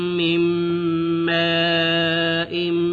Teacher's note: ألم نخلقكم من ماء مهين. من ماء، النون الساكنة أدغمت في الميم مع الغنة